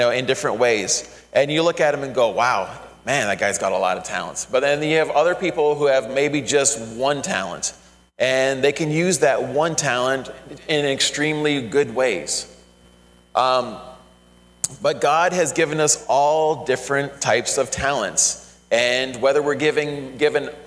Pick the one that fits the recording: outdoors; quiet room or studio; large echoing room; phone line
large echoing room